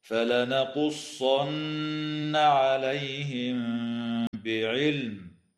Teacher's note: تخفى الميم الساكنة عند الباء مع الغنة في قوله تعالى عليهم بعلم، وتظهر اللام في كلمة بعلم وتسمى لام الاسم